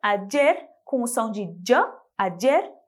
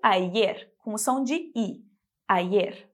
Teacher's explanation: você pode dizer ayer com o som de j, ayer, ou ayer, com o som de i, ayer.